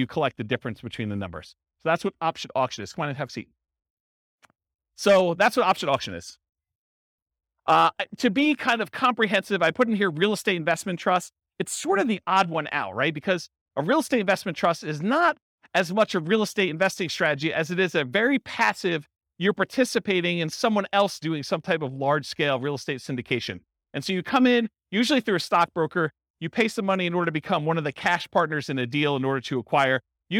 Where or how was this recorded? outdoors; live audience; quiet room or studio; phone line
live audience